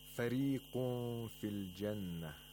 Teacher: The ra of فريق is pronounced with ترقيق again because it has a kasra. Okay, even warsh pronounces it with ترقيق، not tafkhim.